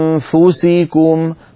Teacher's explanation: عندك ملاحظات عديدة يعني أستطيع أن أفيدك بأشياء منها، مثلا أنفسكم وإن تبدوا ما في أنفسكم، لما تقول أنفسكم تنتقل من الهمزة إلى مخرج الفاء مباشرة بدون ضغط على مخرج الفاء، هكذا وتأتي بغنة من الأنف، ثم لما تصل إلى الفاء تضغط على مخرج الفاء، هكذا أنفسكم، فالضغط يكون عند وصولنا في النطق إلى حرف الفاء.